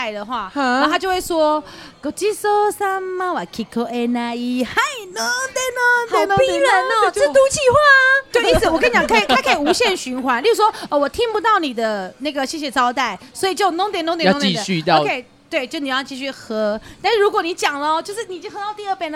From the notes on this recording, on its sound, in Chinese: 這集我們把錄音棚直接搬到居酒屋